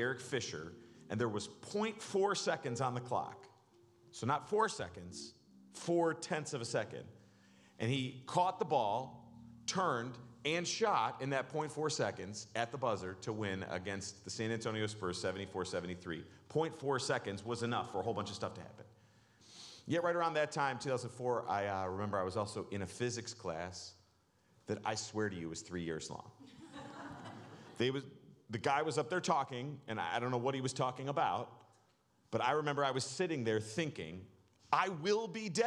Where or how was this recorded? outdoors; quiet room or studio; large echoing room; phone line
large echoing room